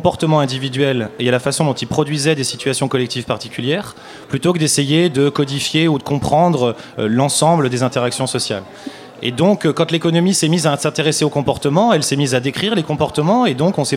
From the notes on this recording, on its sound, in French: Radio Campus Paris était en direct de l'Espace des Sciences Pierre-Gilles de Gennes pour la Nuit Européenne des Chercheurs, une soirée de rencontre entre le monde de la recherche et le grand public.